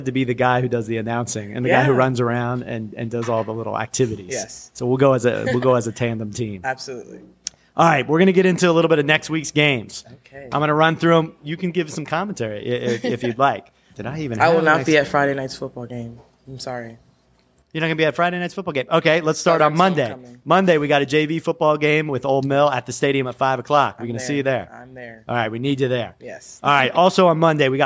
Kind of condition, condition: setting, busy venue